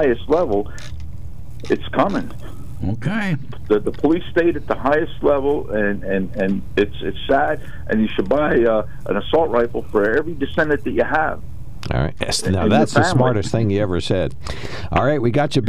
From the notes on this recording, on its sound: open phones